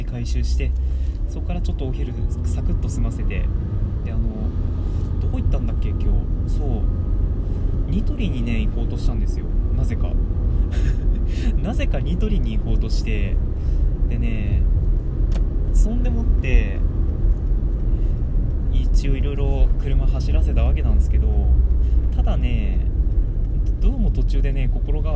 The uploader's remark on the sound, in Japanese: テスト収録・ドライブ中その1。運転に全集中。